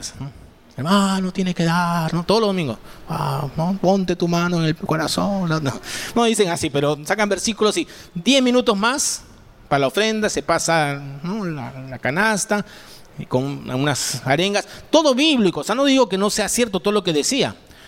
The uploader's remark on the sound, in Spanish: presentado en vivo el domingo 19 de febrero de 2023